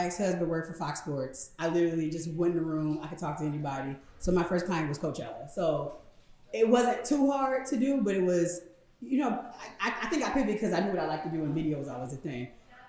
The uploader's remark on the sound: a live taping of Black Fridays via The Raw Avenue Live Podcasting event